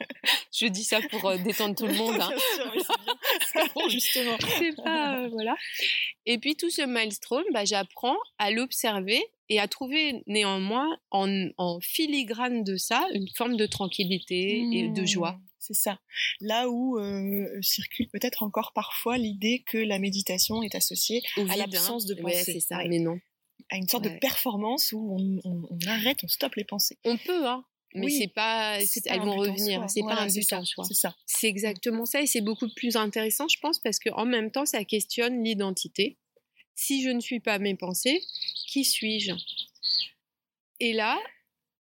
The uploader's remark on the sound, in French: Épisode enregistré dans le magnifique jardin de la ferme Kibo !